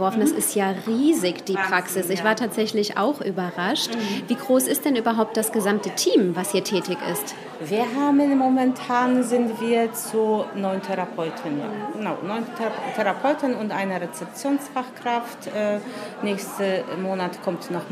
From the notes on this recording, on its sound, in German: Auf dem Sommerfest des Medical Centers. Das HÖRlokal war mit seinem Mikrofon dabei und hat sich umgehört.